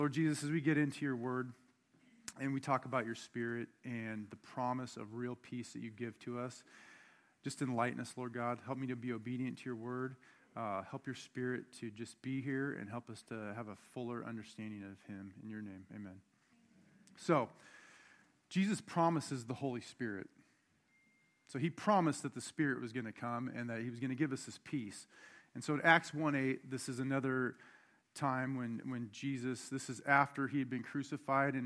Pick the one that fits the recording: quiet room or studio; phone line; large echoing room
large echoing room